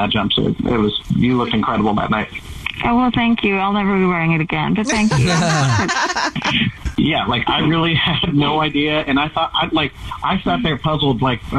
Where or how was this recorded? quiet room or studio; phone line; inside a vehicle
phone line